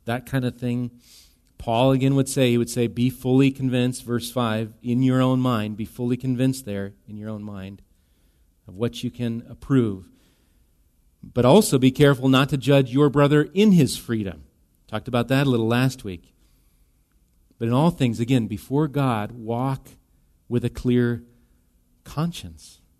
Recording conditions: large echoing room